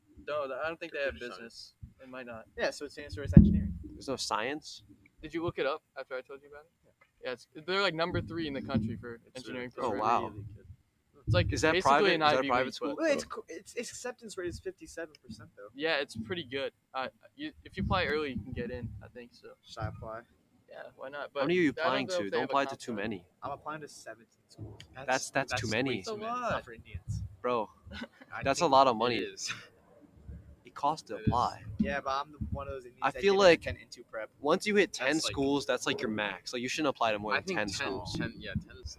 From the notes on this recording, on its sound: Still some production issues with the microphone